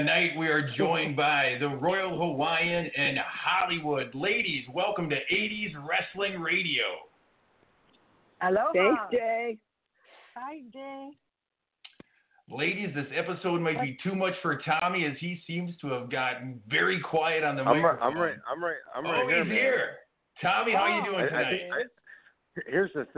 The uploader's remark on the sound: we take your calls LIVE on the air!